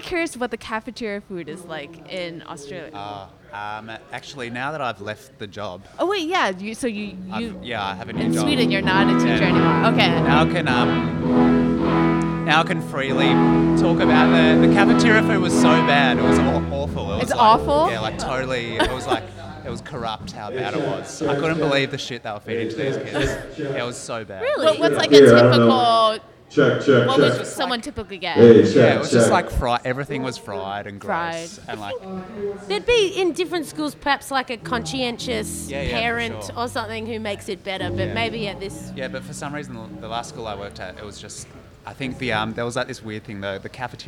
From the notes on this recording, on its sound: Recorded July 6th, 2015 at the Middle East Upstairs in Cambridge, MA.